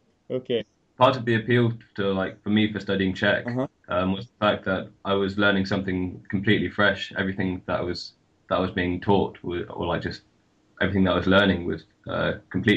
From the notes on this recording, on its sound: For this jubilee episode I decided to skypecall my mate